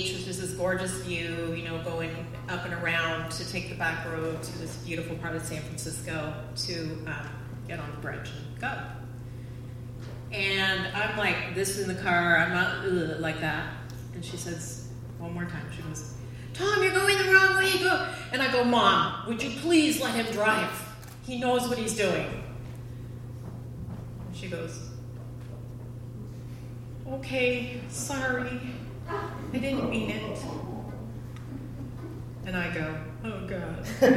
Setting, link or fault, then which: setting, live audience